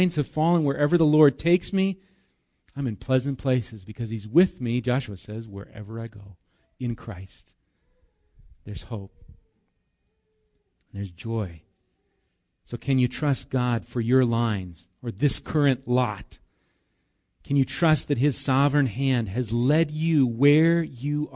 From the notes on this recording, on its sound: Recorded live at Bethany Bible Church on 8/11/19